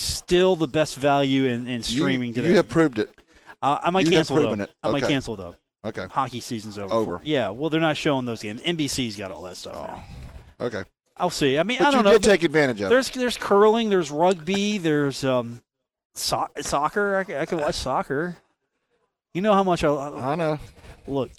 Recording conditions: busy venue